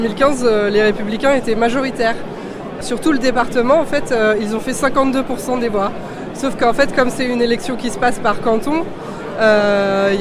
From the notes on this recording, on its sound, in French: Reportage enregistrée aux vœux du Val-de-Marne (94) le 7 janvier 2020